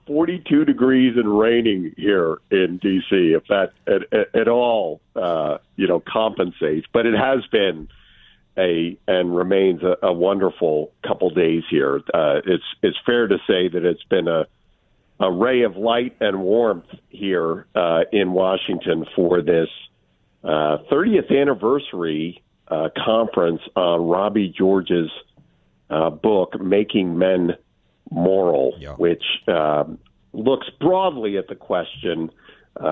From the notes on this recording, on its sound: joins the show by phone from a conference at Washington, D.C.'s American Enterprise Institute